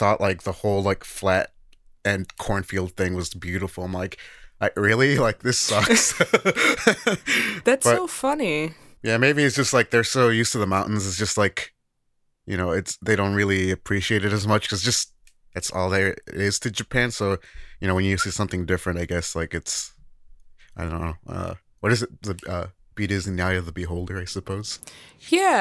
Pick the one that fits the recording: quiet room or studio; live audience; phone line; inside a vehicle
quiet room or studio